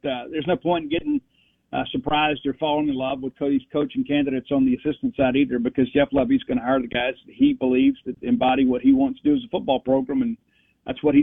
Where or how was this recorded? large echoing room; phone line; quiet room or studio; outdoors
phone line